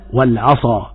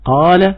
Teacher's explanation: فيتبين لنا أن الصاد أقوى تفخيما من القاف · Term: التفخيم